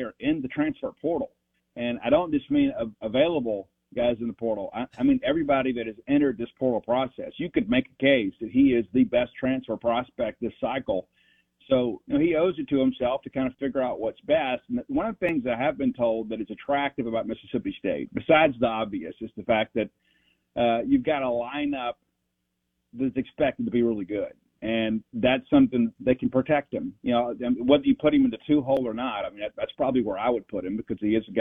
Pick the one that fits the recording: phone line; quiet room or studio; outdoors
phone line